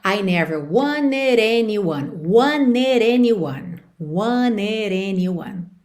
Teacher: Ainda por cima do wanted pro anyone, ela liga com rarara nesse D final de wanted.